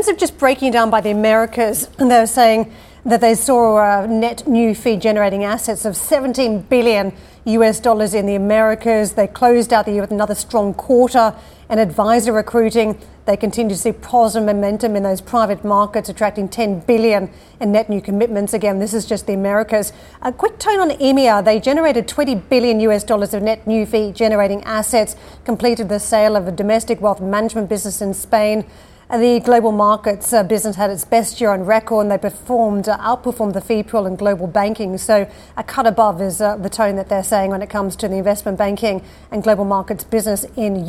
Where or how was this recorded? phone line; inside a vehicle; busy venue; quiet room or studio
busy venue